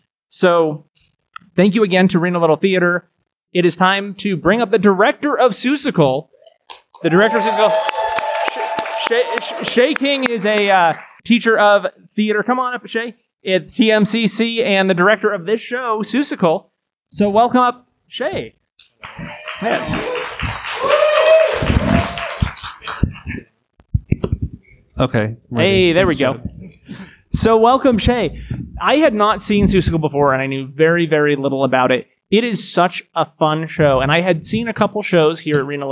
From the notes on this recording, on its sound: This episode was recorded live at Reno Little Theater in Reno, Nevada. Recorded live after the July 7 performance of Seussical. Thank you to those who attended.